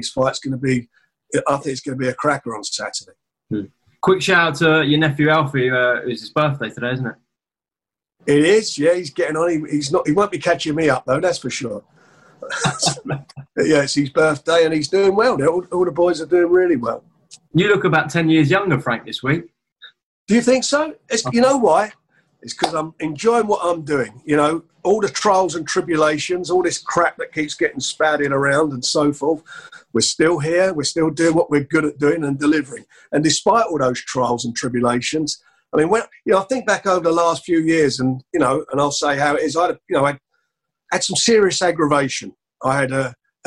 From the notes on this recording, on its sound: On Zoom